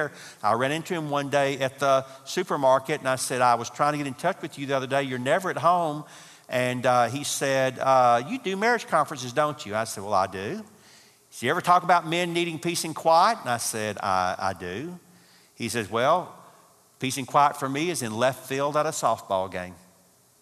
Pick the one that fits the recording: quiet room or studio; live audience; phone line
live audience